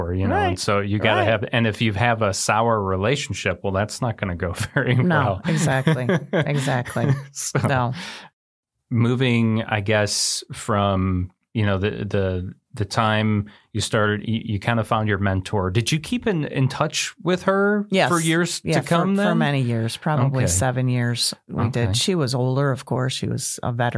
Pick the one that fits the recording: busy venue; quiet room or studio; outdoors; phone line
quiet room or studio